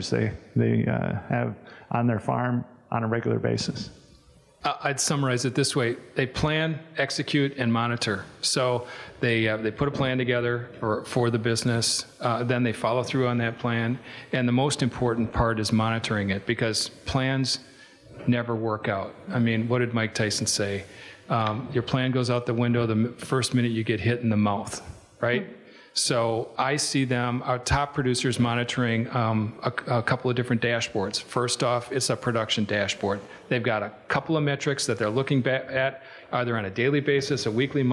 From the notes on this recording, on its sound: This episode of The Dairy Show contains the audio from the 2021 Expo Seminar.